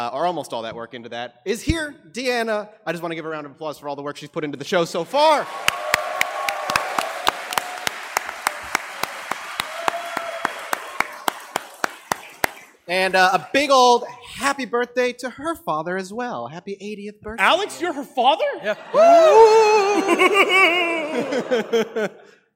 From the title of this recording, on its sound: LIVE At CoxCon 2019